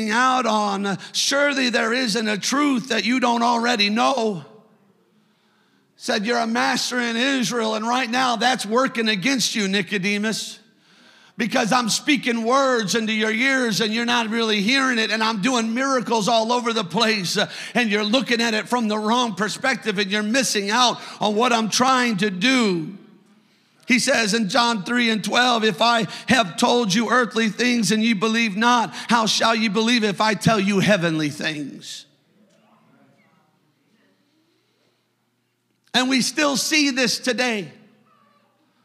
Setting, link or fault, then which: setting, large echoing room